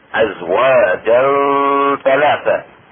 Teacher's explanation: إخفاء التنوين عند التاء مع إخراج الغنة، والغنة حركتين